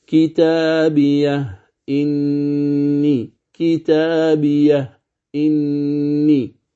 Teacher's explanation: مباشرة هاء سكت ثم تنطق بالهمزة، وهذا لا يعني أنك تسكت عندها تقول كتابيه إني، لا، المقصود بهذا الهاء السكت أنك تنطقها هاء ساكنة، هاء ساكنة. · Term: التحقيق